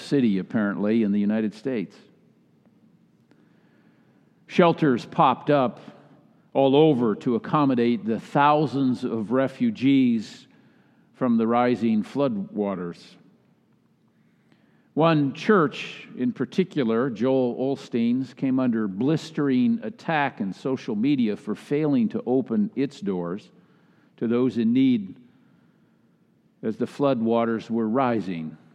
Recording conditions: large echoing room